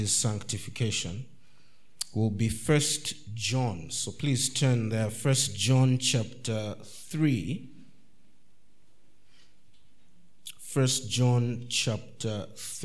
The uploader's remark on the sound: This is the first session from our 2023 Mid-Year Conference.